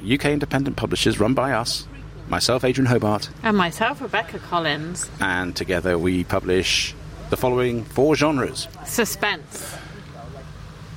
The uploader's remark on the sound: Harrogate Crime Festival ’22 Special. The Hobcast Book Show comes from the world's biggest crime writing festival, the Theakstons Old Peculier Crime Festival set in the grounds of the Old Swan Hotel in Harrogate. Back to full capacity for 2022, the event was a huge success.